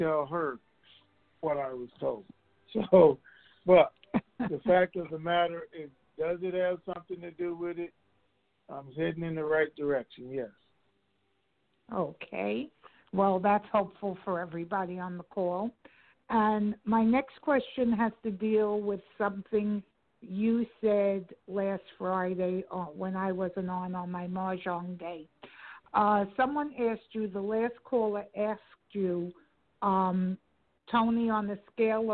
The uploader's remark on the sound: TNTSuperfantastic Conference Call